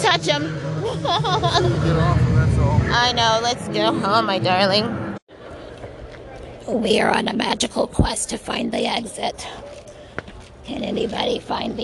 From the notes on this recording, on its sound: you'll hear live music & impromptu interviews with many of the vendors, performers & guest in attendance